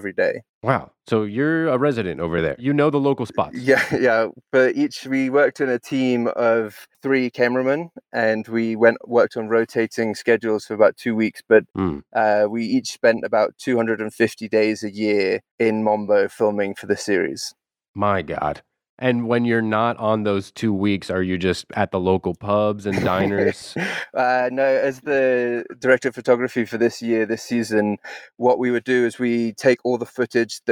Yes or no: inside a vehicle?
yes